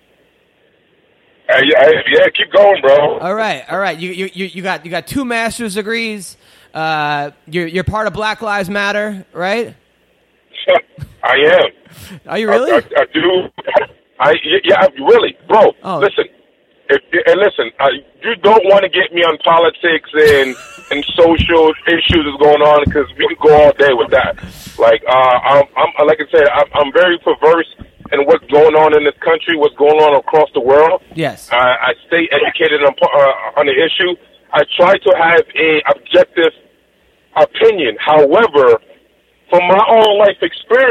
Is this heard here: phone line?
yes